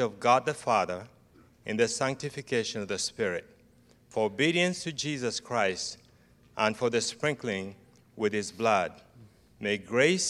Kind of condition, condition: setting, large echoing room